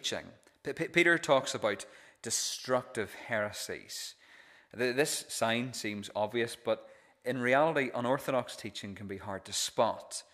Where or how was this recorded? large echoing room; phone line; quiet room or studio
large echoing room